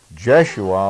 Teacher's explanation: Now, you take the name Joshua. The O of Joshua shifted in New Testament times to an I-type vowel, which comes out as an E, so Joshua is really Jeshua or Jesus.